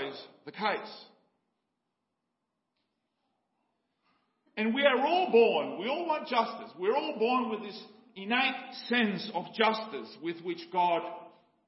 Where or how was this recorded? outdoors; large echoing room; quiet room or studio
large echoing room